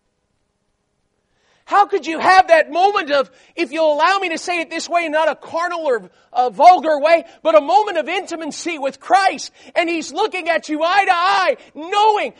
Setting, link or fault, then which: setting, large echoing room